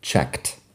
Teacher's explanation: La pronunciación de los verbos regulares después de un sonido como K, tenemos la ED que suena a T. Checked. Kt, así tal cual.